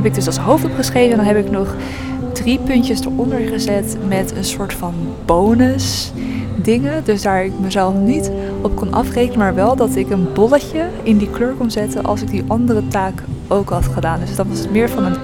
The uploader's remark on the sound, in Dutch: Woordenstroom vanuit de jazzbar. Een spontane en ietwat chaotische woordenstroom. Live vanuit een jazzbar in Jakarta.